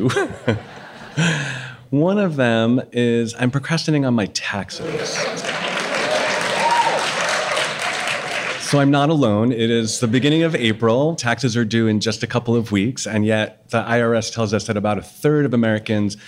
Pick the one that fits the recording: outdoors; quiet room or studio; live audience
live audience